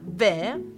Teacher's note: abbiamo un rafforzamento della prima consonante, che in realtà è una cosa solita dei dialetti meridionali, e poi c'è un apocope, ovvero la caduta di un suono finale, per cui il ne finale di viene non si pronuncia affatto.